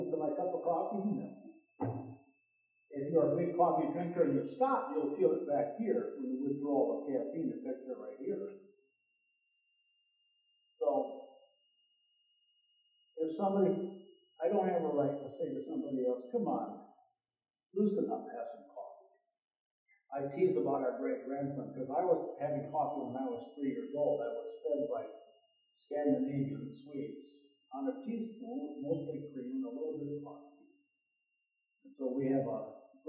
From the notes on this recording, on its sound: Audio quality is compromised.